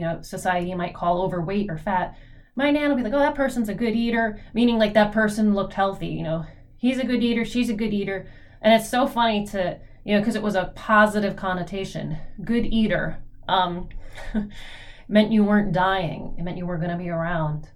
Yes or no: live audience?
no